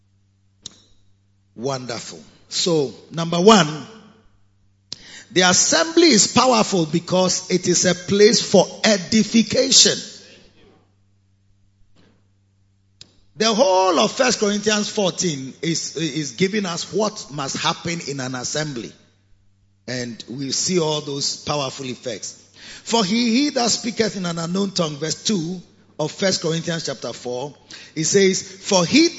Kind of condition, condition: setting, large echoing room